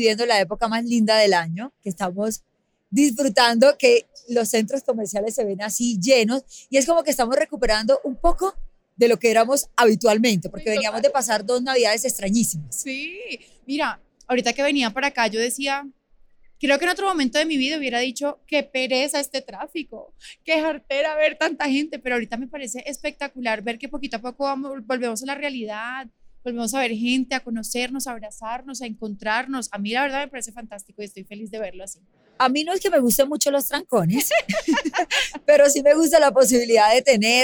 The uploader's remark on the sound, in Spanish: Grabado en vivo desde el centro comercial Plaza de Las Américas.